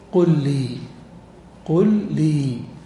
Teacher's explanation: مثال ذلك قل فعل أمر، لي جار ومجرور، فتقول قل لي قل لي، تجد أن اللسان هو نقلة واحدة، قل لي هو نقلة واحدة، توقف ثم أكمل. · Term: الإدغام